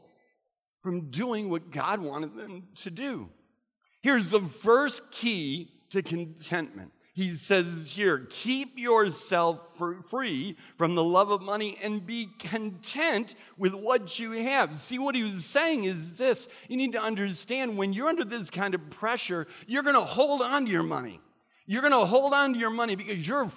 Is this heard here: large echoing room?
yes